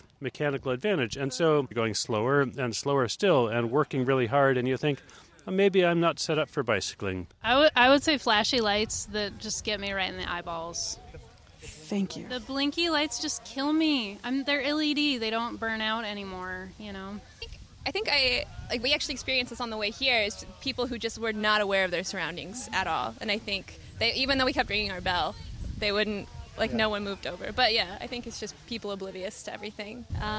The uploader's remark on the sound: The Sprocket Podcast goes for a bike ride! We convinced some folks to ride with us on a blazingly hot Portland evening, and we recorded an episode along the way. At Irving Park, Colonel Summers Park, and Ladd’s Addition Park.